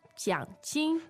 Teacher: So it's third tone, first tone